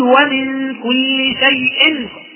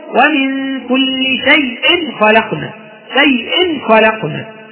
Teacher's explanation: الوصل مع اللين بيضيع فيه المد اللي هو بيضيع فيه المد، لا يكون فيه اي مد.